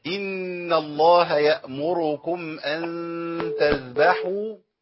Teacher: أخفينا النون عندما التقى بالتاء · Term: غنة اخفاء